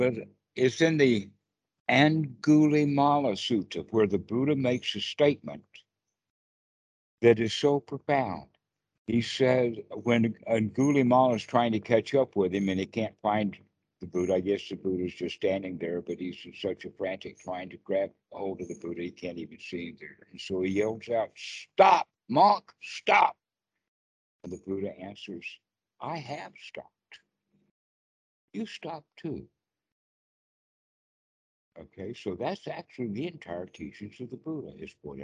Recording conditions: video call